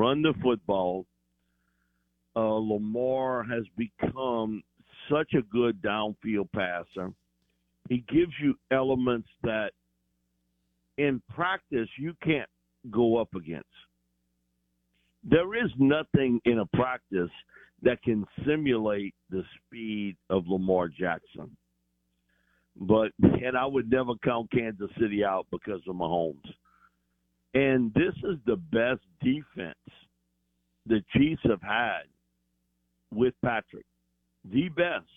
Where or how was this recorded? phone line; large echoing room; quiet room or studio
phone line